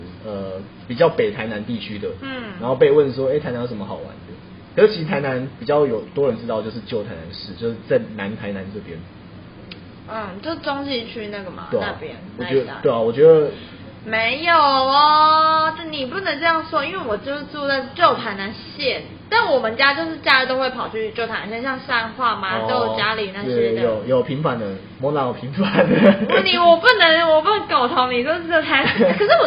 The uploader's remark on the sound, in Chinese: 因為錄音地點附近是校園所以會有鐘聲。因為是頻道草創時期，所以有雜音或是音質上的問題還請大家見諒，我們已經入手麥克風設備。